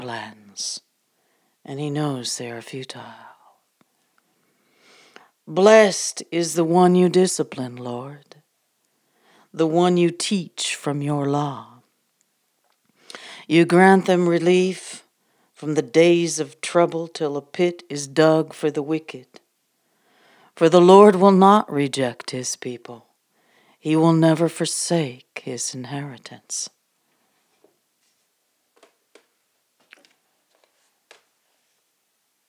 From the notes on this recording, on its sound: live from the Furnace Sessions from the Prayer Furnace on the Mountain